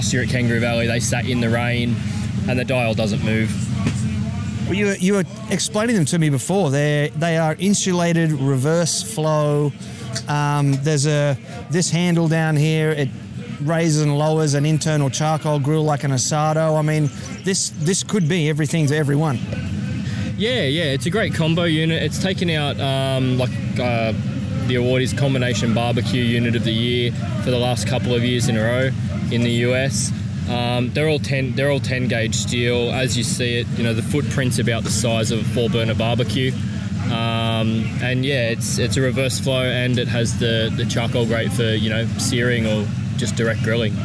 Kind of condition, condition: setting, busy venue